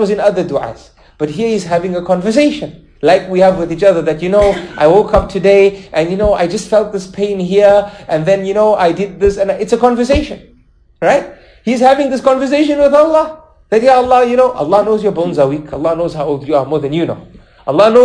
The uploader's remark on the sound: lecture presented at the Melbourne Madeenah in Melbourne Australia